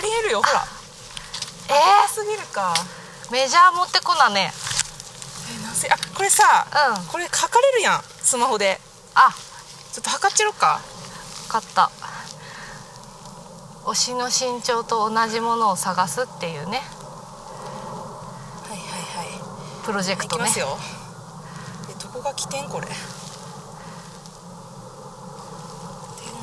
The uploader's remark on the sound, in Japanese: 若杉山。山での収録と下山後のアフタートークを合わせて作っています。